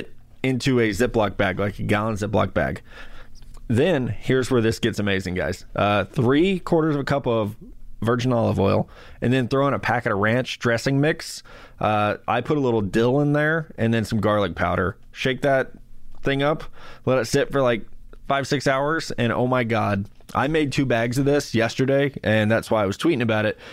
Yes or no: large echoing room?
no